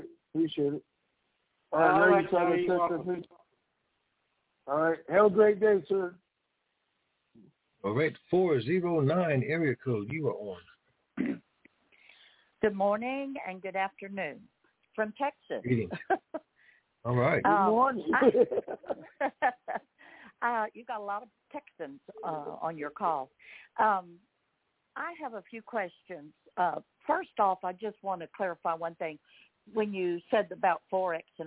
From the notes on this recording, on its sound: Conference Call